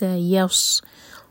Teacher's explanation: س سین کے لیے وسل والا ساؤنڈ سین لائٹ